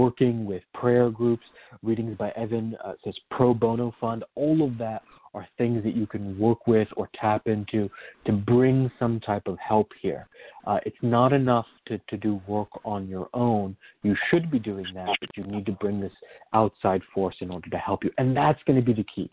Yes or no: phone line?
yes